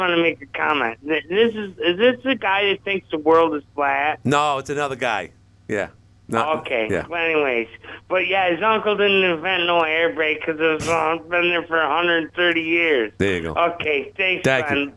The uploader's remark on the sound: the phones didn't stop during today's Hotline and Live at Five Show